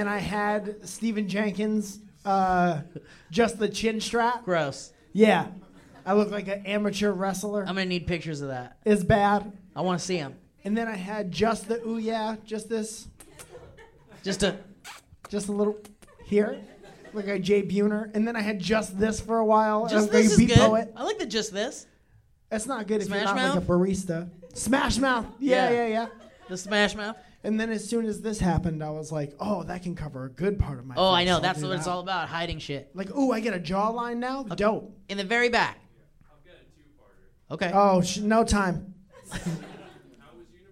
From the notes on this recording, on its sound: This is a live recording from the Open Space Theater LA.